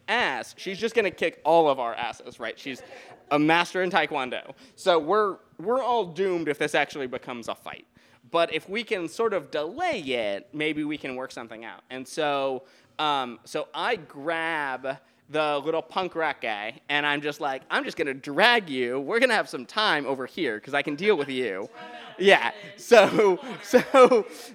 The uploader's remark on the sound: A special Listener Lore from our Live 2019 Halloween Show at The Goat House Biergarten!